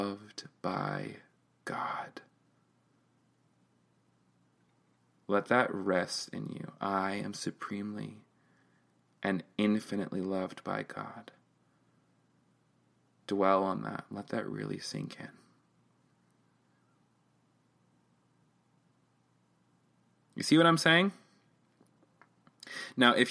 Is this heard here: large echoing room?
no